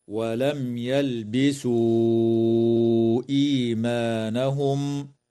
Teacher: وتمد الواو قبل الهمزة من قوله تعالى ولم يلبسوا إيمانهم من قبيل المد المنفصل بمقدار 4 أو 5 حركات